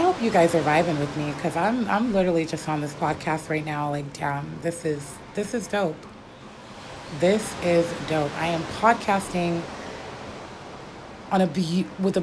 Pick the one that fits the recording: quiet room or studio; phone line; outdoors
outdoors